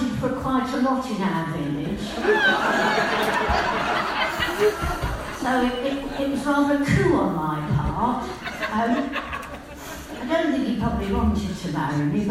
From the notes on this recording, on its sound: Recorded live at Heaven Nightclub in London. A lot of raucous audience participation at the legendary venue.